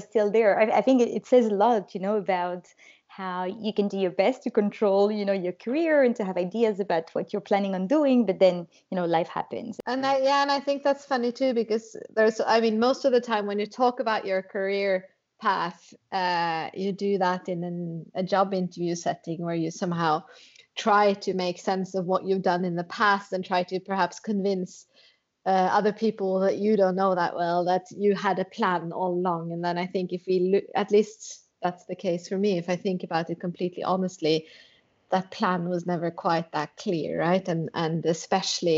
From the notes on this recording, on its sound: In this episode we come as a trio, recording remotely from the US, Norway and Brazil.